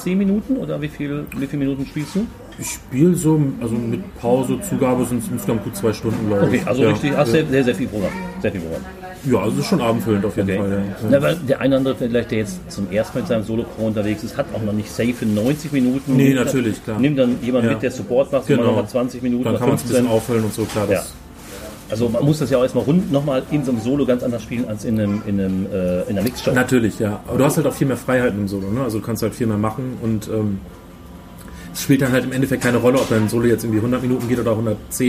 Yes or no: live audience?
no